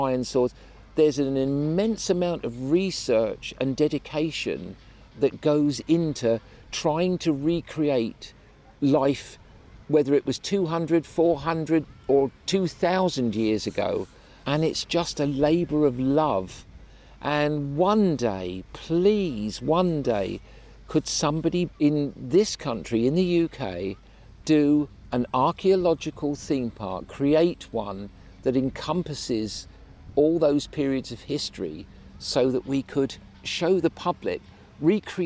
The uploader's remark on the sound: In the second of our episodes recorded at Chalke Valley History Festival.